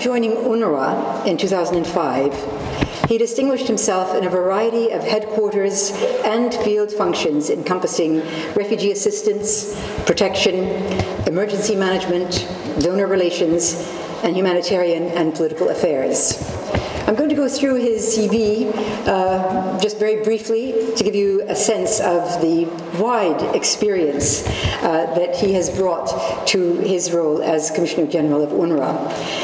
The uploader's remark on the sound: This podcast was recorded at the RSC Annual Harrell-Bond Lecture on 16 November 2011. At the Examination Schools, University of Oxford.